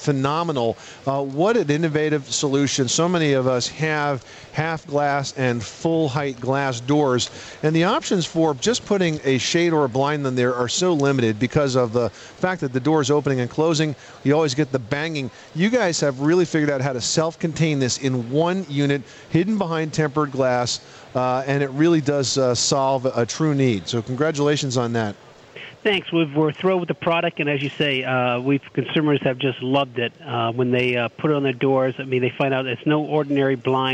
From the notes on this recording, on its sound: This is a live broadcast from the National Hardware Show in las Vegas, Nevada.